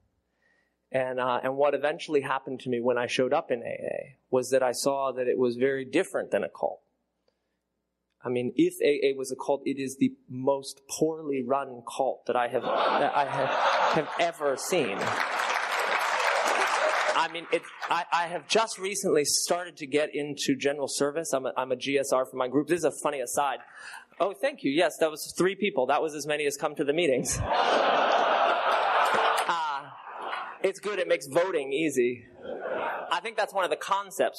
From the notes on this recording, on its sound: Telling his story at an unknown Roundup, I think this was recorded around 2016.